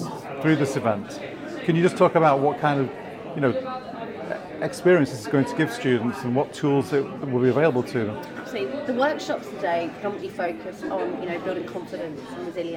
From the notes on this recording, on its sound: These interviews were recorded at Barclay's Head Office in Canary Wharf for Trans in the City's Student Ambassadors Launch Event during Trans Awareness Week.